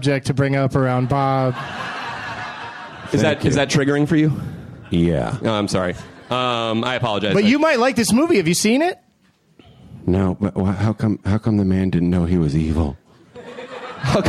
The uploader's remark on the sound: taped at the UCB Theatre in NYC